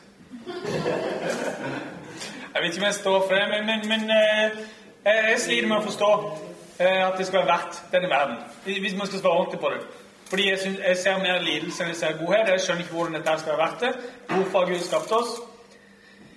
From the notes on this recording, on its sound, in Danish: LIVE fra Oslo-forbundet. Publikum og god stemning.